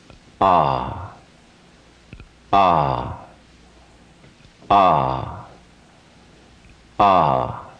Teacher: If you lengthen the letter a, the sound that you get in the Sanskrit alphabet is ah, ah, ah, ah. Not only is there a lengthening, but there's also a widening of the mouth. The upper jaw separates from the lower jaw. There's an upward expansion.